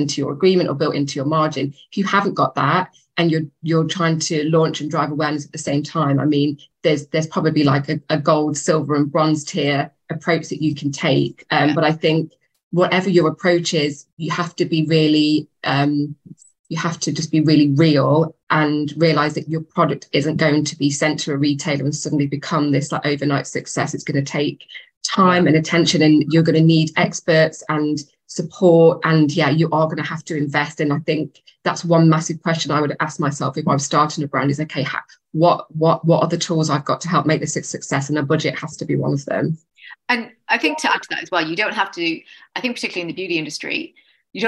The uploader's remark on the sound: A recording of a live webinar.